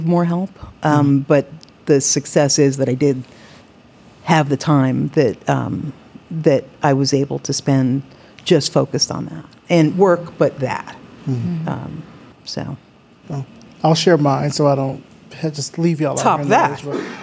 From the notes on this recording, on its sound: We recorded this episode live at The Greene Space in NYC with over 50 guests for an intimate and passionate discussion and Q+A